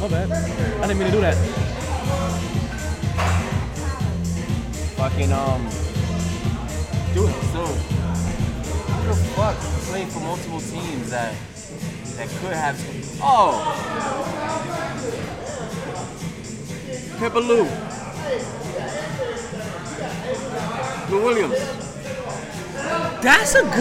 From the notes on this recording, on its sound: Live From The New & Improved Sharkeys